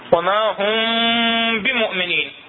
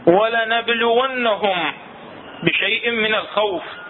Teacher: تطبق قاعدة الإخفاء الشفوي أو الإشمام الشفوي بعدم إطباق الشفتين. يعني ما أطبق الشفتين بل بفتح الشفتين قليلا.